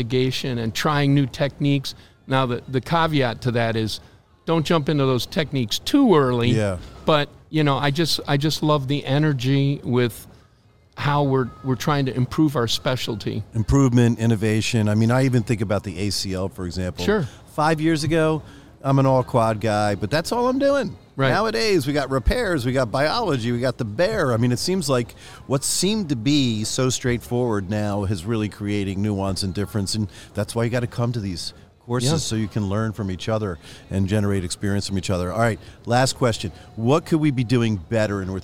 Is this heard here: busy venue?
yes